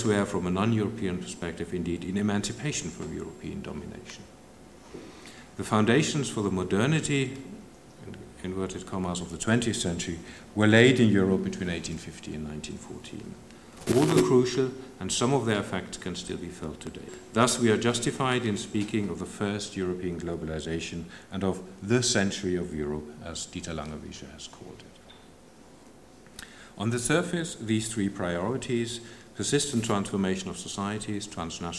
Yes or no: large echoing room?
yes